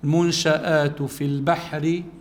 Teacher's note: بس كمان عنا المنشآت نون ساكن بعدها شين، يعني يكون عنا إخفاء، تخفى النون عند الشين مع الغنة